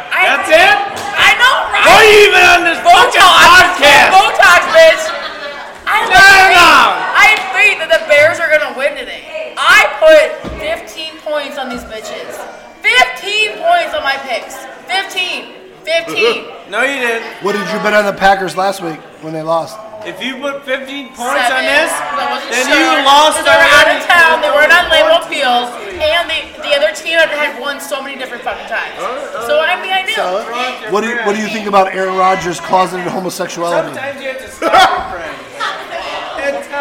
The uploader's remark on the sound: We recorded postgame at a bar with a few hooligans